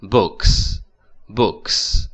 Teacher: 它加在这个 k 的后面，这个 k 它是一种清辅音，所以它就那个 s 它就发清辅音 · Term: 清发清